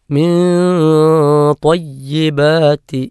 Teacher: കുലൂ മിൻ ത്വയ്യിബാത്തി മാ റസഖ്നാകും, മിൻ ത്വയ്യിബാത്തി, മിൻ ത്വ ഇഖ്ഫാ ബിഗുന്നയാണ്, സാക്കിനായ നൂനിന് ശേഷം ഇഖ്ഫാ ബിഗുന്നയുടെ അക്ഷരമായ ത്വ വന്നു. അപ്പം മണിച്ച് അവ്യക്തമാക്കി ഉച്ചരിക്കണം.